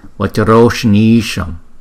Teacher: Chữ N cong lưỡi lại, chữ Y kéo dài hai nhịp, chữ S là cong lưỡi lại.